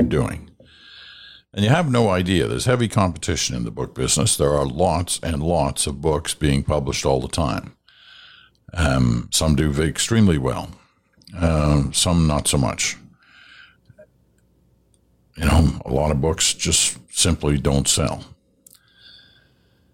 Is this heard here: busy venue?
no